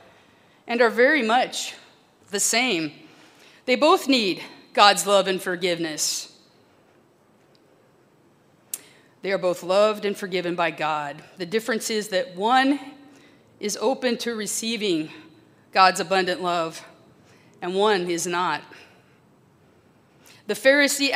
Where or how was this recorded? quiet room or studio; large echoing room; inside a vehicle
large echoing room